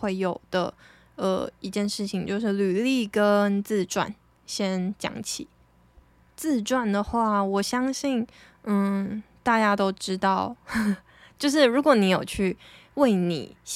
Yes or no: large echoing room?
no